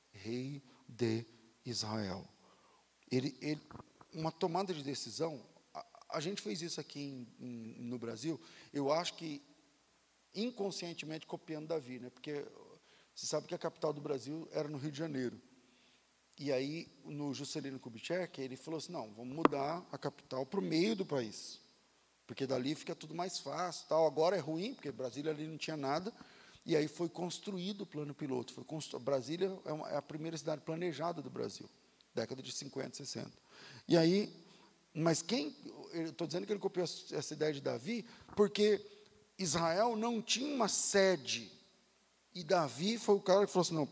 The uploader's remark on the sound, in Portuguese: Culto ao vivo.